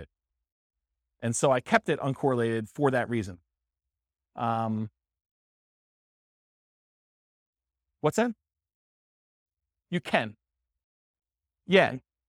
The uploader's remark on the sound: This was a live class recorded